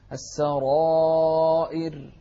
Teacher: شوف الفرق بين الراءين هنا، السرائر، واحدة مفخمة واحدة مرققة